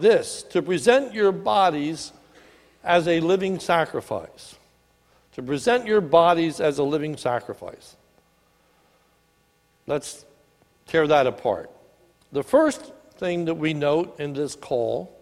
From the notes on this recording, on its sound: This is a sermon recorded at the Lebanon Bible Fellowship Church in Lebanon, PA on 10/20/19 during the morning services